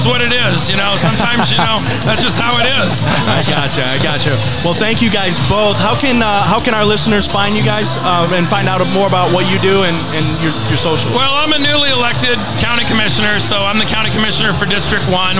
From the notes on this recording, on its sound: Recorded live from the balcony from this amazing event